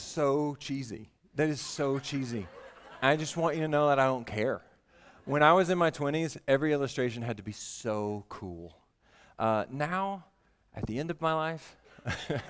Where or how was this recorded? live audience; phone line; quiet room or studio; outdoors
live audience